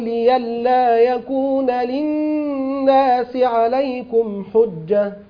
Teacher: إبدال الهمز في لئلا لورش